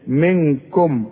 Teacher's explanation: بعدها كاف من حروف الاخفاء هنا تغن لازم بمقدار حركتين منكم المين دي ساكنة ضم فيها شفايفك ومتغنهاش